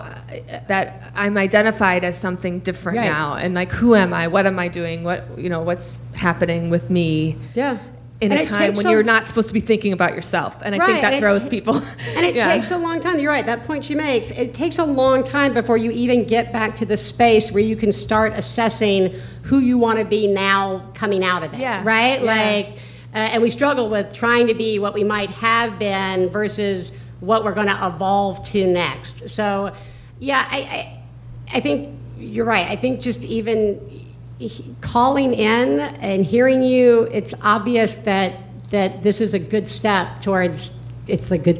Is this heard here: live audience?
yes